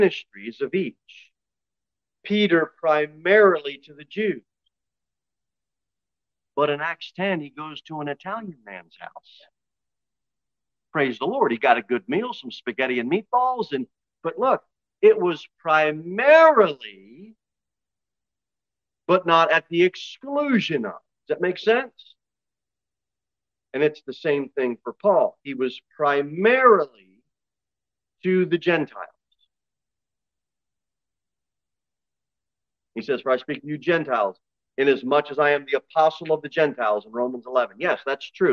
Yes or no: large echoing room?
yes